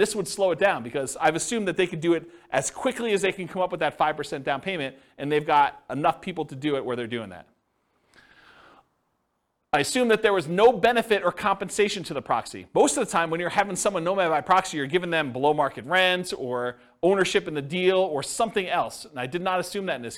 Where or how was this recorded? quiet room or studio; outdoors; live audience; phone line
live audience